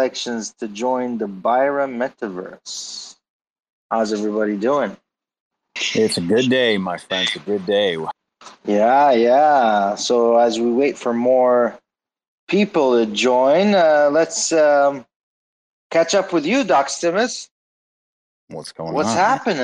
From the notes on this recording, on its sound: In the Proton XPR Metaverse space. In the Proton XPR Metaverse.